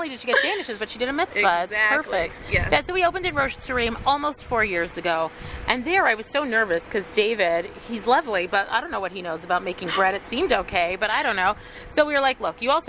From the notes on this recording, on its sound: We stood outside the bakery, on our front porch, and just talked